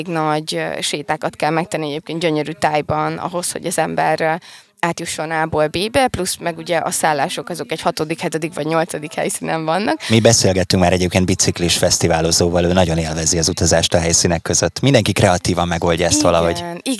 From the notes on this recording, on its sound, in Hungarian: Beat Live. Művészetek Völgye interjúk.